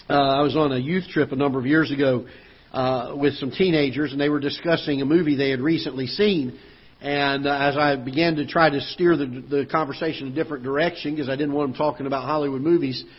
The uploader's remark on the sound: Ketha Heights Baptist Church ~ Live Broadcast